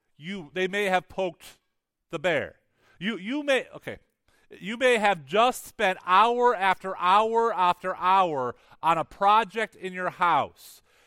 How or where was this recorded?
large echoing room